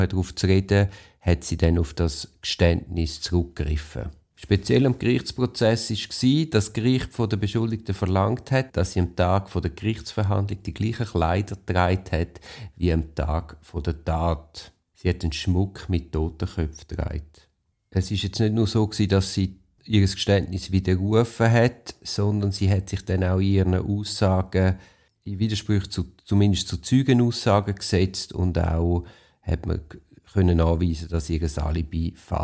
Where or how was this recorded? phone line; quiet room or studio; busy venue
quiet room or studio